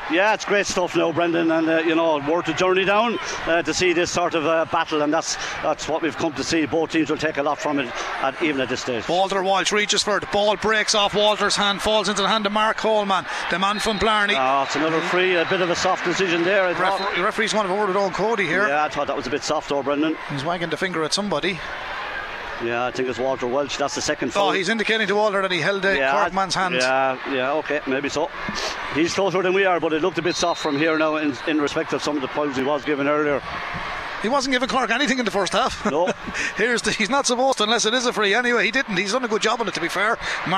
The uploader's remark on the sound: Hurling: Cork v Kilkenny, Allianz National Hurling League Division 1A Round 2. We’ll be live in Supervalu Páirc Uí Chaoimh for full live commentary.